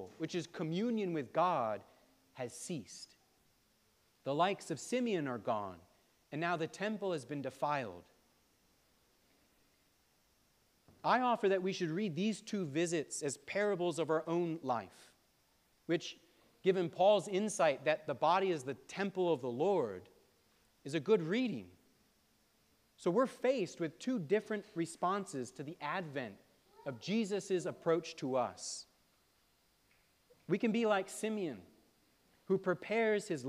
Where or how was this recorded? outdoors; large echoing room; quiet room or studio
large echoing room